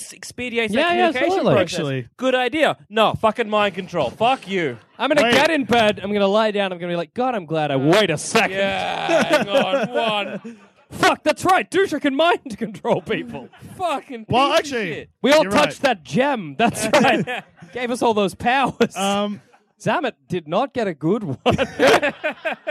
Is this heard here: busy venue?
yes